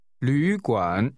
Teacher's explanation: The word is pronounced with two falling, rising tones.